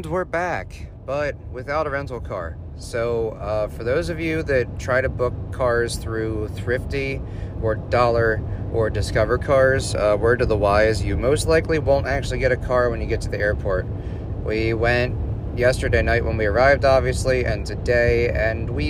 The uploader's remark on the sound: a real time episode of me walking around Florida, specifically Kennedy space Center in Cocoa Beach